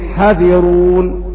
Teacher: قرأوا: وإنا لجميع حذرون بالقصر بعدم المد